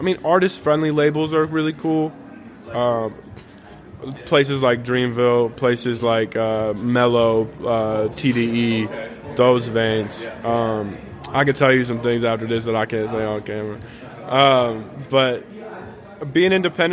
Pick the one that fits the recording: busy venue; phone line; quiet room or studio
busy venue